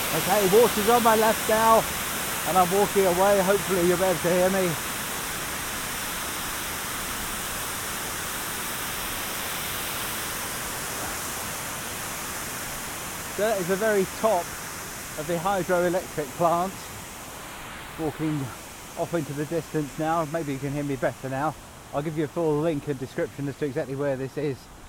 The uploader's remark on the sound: Cascading water at the Hydro-Electric Plant in Murcia Region, Spain. This was recorded this morning just outside of the Hydro-Electric plant in the Murcia region of Spain.